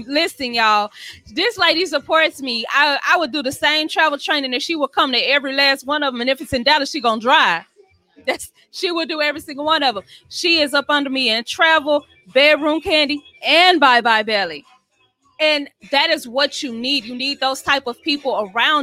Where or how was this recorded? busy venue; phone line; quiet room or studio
busy venue